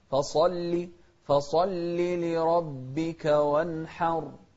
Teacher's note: الصاد مفخمة واللام مرققة